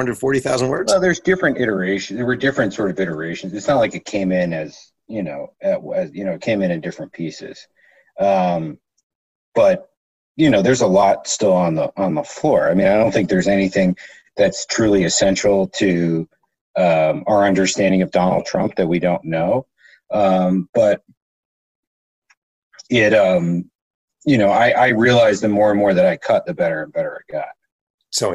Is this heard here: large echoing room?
no